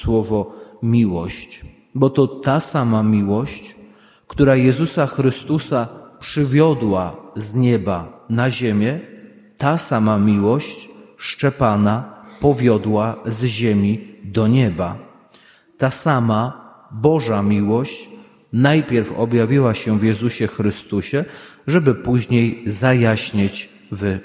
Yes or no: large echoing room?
yes